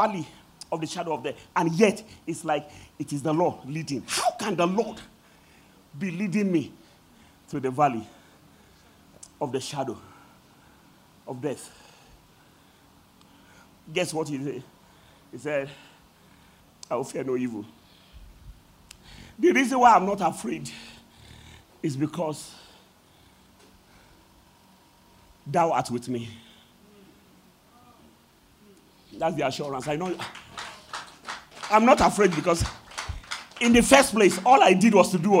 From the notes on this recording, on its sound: at The Greater Works International Convention (GWIC) | Day 4 Evening Session